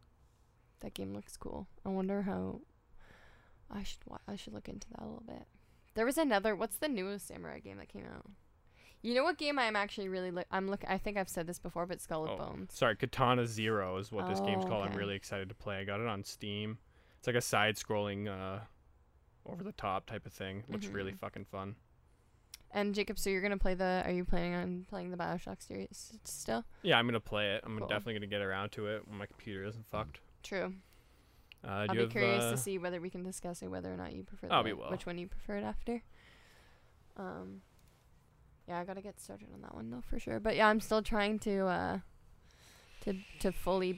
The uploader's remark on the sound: On this PRE RECORDED EPISODE of Just Press Stop... We are even recording outside today! It's a beautiful day in The Pit.